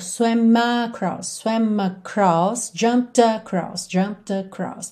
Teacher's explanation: interessante reparar como essa palavra across já vem é, ligada na palavra anterior